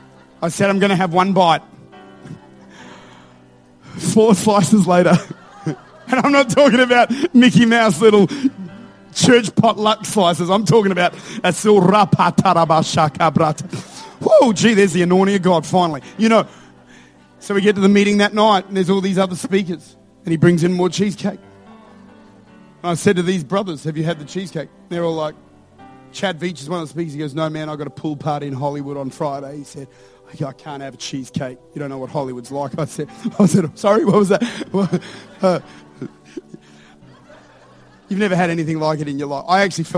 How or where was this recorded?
large echoing room